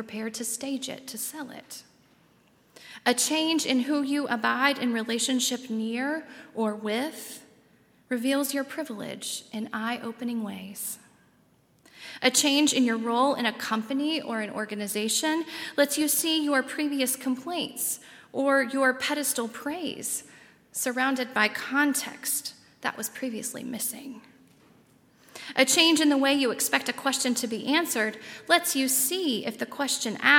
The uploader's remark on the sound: at Highland Baptist Church